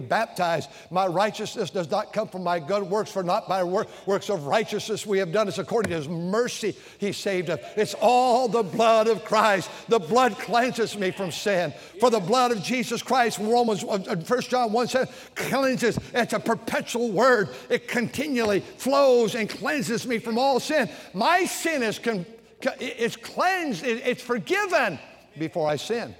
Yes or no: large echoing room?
yes